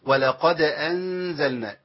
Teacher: الدال عندي ساكنة مقلقلة، يقول إيه ولقد ما قلتش ولقد أنزلنا كده، الدال عندي راحت خالص، لأن القلقلة لو ما بنتش الحرف المقلقل يبقى خلاص انتهى، ما يبانش خالص.